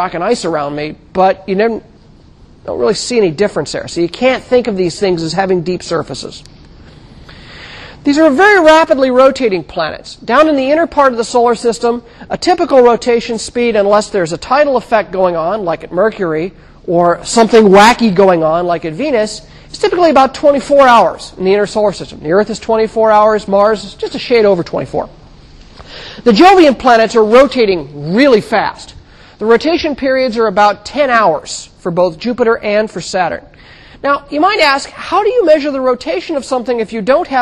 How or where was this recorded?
large echoing room